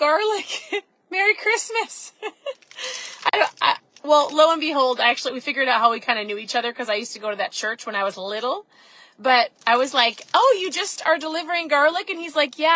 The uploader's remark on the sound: I'm sitting in my car because it's piano lesson time. I actually drove through the crazy snow.